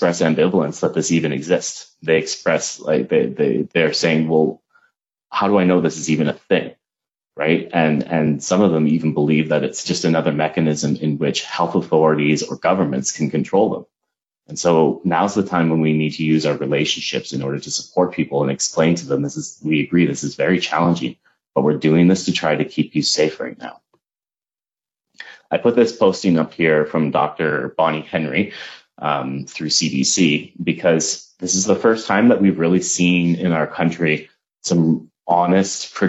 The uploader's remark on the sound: This is an audio only version of an HSABC Webinar recorded on March 31, 2020.